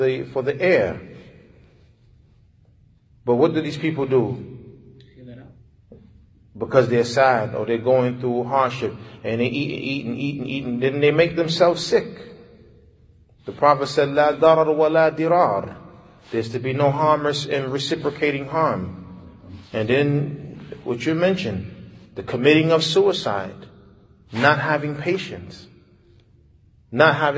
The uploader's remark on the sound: Lecture given Masjid Nur Allah, Queens, Ny